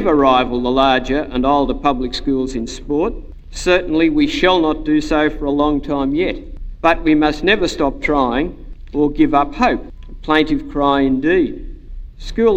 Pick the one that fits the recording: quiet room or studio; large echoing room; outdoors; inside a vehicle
large echoing room